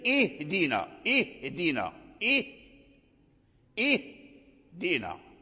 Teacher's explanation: فالتقى جهر الهمزة مع شدتها وصعوبتها مع الهاء الخفي الضعيف